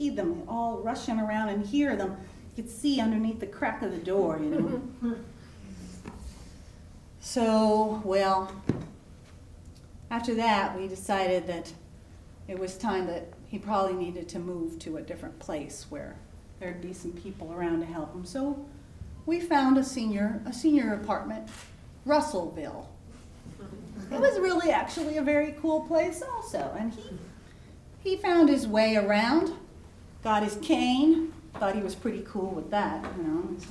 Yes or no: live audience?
yes